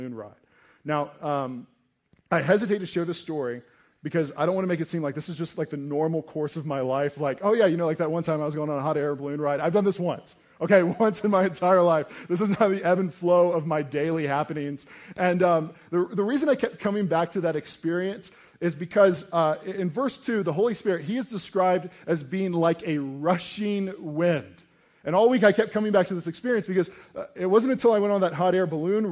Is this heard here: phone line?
no